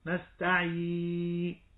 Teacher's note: عند نطق الياء المادية فيرتفع مقدم اللسان في اتجاه الحنك الأعلى ارتفاعا طفيفا يسمح بمرور الهواء دون أدنى احتكاك، ويرتفع أيضا الحنك الرخ لكي لا يسمح بمرور الهواء من الأنف، وأما الشفتان فتكونان في وضع الانفتاح فتقول نستعي.